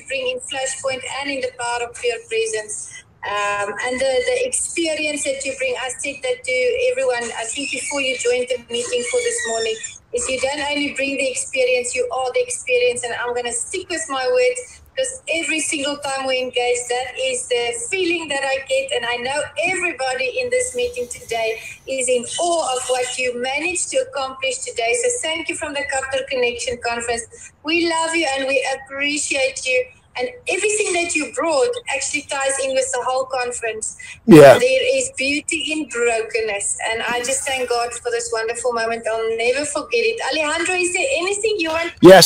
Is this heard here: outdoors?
yes